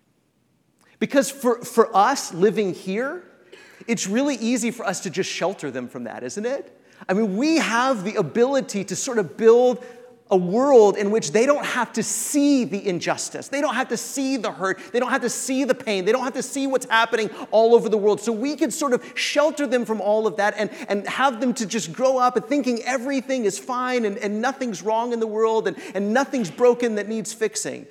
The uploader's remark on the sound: This episode of the Fam Lab is an excerpt from The Road Family Conference 2019 at The church of Christ on McDermott Road.